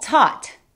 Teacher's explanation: Ese sonido ah es justo entre la A y la O.